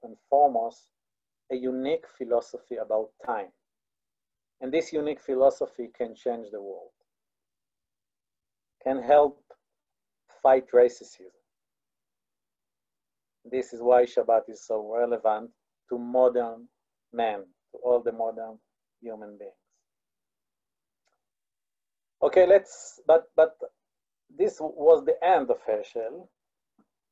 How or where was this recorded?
video call